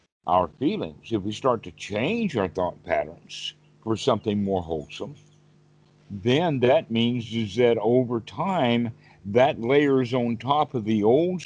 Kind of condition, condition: link, video call